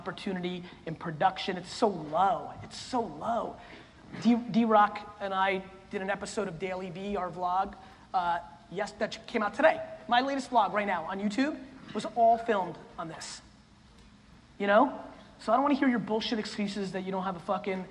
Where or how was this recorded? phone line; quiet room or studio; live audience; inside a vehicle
live audience